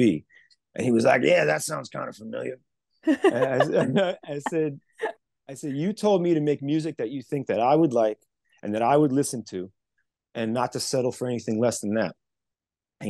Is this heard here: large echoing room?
no